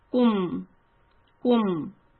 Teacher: ku with a rounded mouth, I need to quickly flatten it because neem has a sukoon.